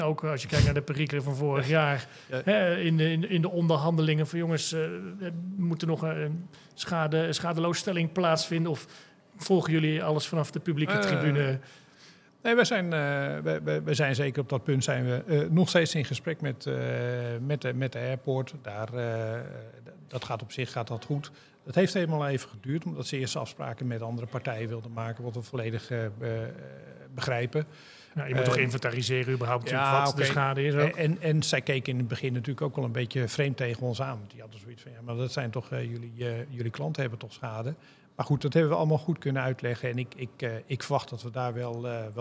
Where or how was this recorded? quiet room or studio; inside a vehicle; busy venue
busy venue